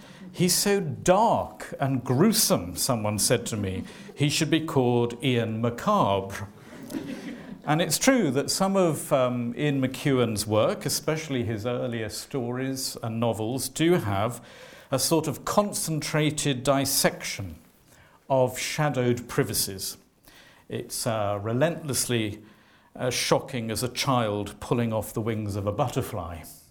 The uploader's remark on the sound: Talk given at the Church Times Festival of Poetry.